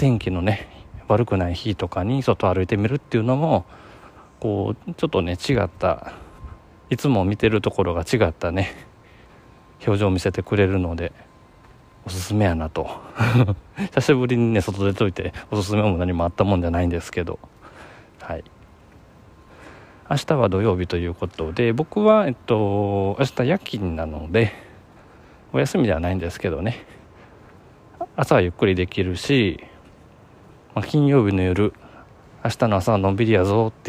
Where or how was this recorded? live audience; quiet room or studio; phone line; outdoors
outdoors